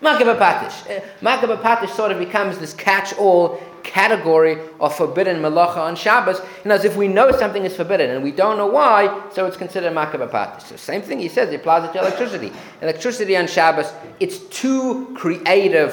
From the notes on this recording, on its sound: Recorded live at The Torah Center ATL on December 17, 2023